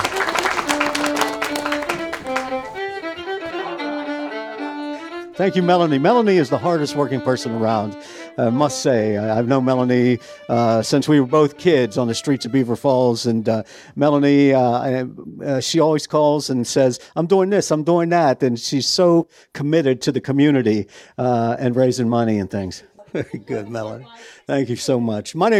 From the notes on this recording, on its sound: We present a live recording of the 2023 Pig Lady Fall Folklore Celebration, an anual community event in New Galilee, Pennsylvania in recognition of Beaver County’s Appalachain history and heritage. The celebration is in partnership with the Little Beaver Lion’s Club’s charitable Pumpkin Palooza festivities.